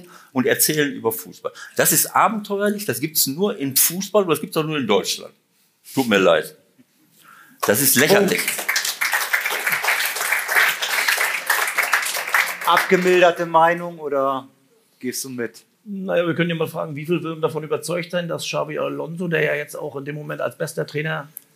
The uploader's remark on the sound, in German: Live vom Millerntor. Hier ist die Live-Aufnahme vom Millerntor.